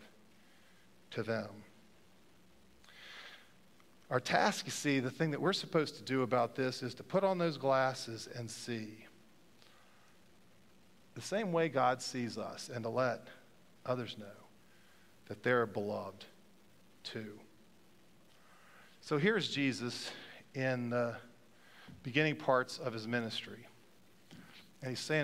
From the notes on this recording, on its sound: Pender UMC Contemporary Worship Sunday January 29, 2023 at 11:15 am